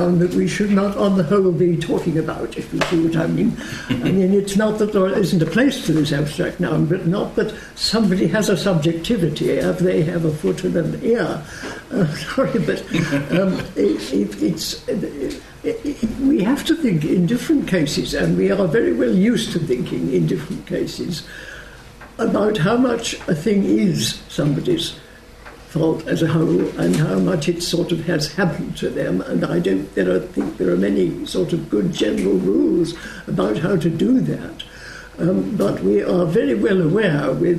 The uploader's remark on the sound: This event forms part of LSE Space for Thought Literary Festival 2014